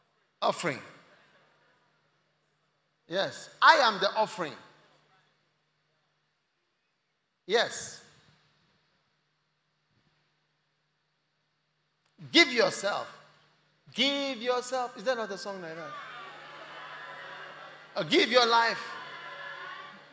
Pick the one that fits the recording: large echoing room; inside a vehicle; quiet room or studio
large echoing room